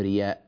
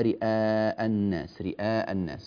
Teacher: ولا تبدل هذه الهمزة عند ورش رحمه الله · Shown in: second take · ورش يبدل الهمزة المفتوحة إن كان قبلها مضموم فقط، لكن إن كان قبلها مكسور لا تبدل.